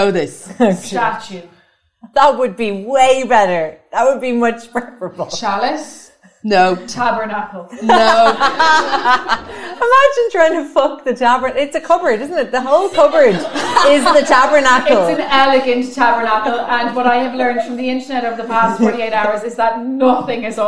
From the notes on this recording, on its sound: TODAY we are live from the Bernard Shaw (second night).